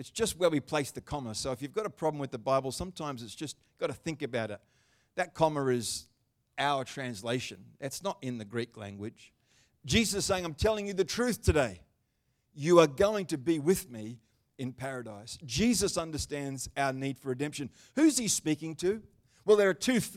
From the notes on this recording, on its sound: The Good Friday service of 2023. Live stream of Destiny Church Atherton.